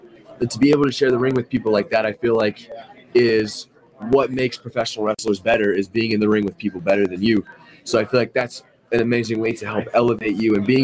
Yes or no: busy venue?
yes